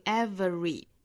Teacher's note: rainbow without a little rain.首先呢，我们来做英音的语音讲解。首先我们来看 everybody 这个单词。那我们来分开讲一下这个词哈。首先我们来看 every。我看到有同学留言板问过我这个词 every 这个词应该怎么读。那这个词其实是有两种读法的，我们可以把它读成 every，也就是 v 和后面的 re 之间不加元音的，直接就是 v 上齿去摩擦下唇之后就去发这个 re 的发音 v。还有一种读法呢，我们可以在 v 和后面 re 之间加一个小小的元音，也就是 schwa sound 加一个 a 的音，就变成了 very。所以这个词我们还可以读成 every。那至于到这个 schwa sound 是可以省掉也可以不省的，一般来说我们听到比较多的情况就是读成 every，也就是把这个 schwa sound 省掉的情况哈。那当然我们可以说是读的比较快的情